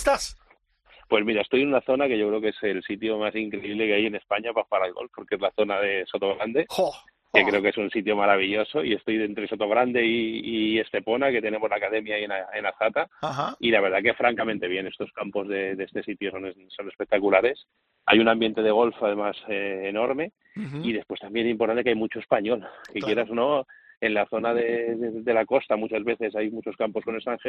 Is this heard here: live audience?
no